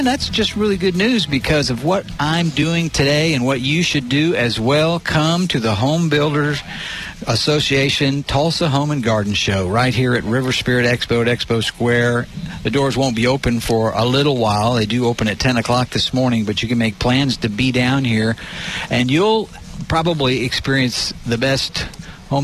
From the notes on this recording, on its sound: KRMG Gardening Show live from the HBA Greater Tulsa Home and Garden Show.